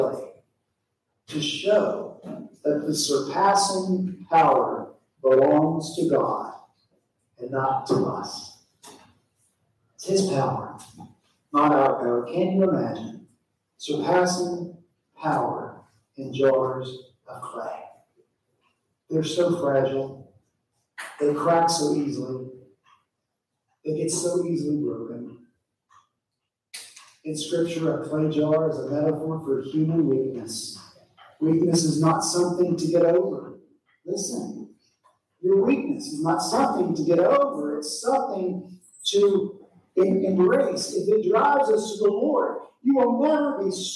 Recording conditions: large echoing room